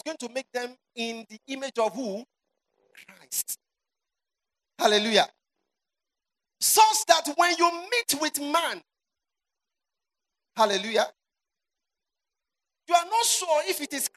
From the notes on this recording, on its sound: You are listening to sermons from our annual word & worship festival.